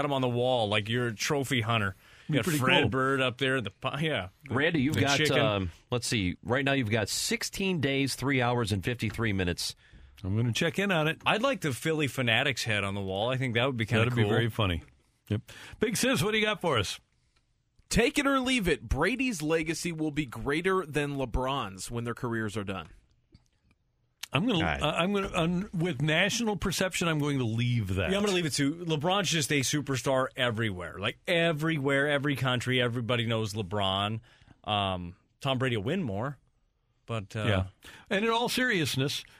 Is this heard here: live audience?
no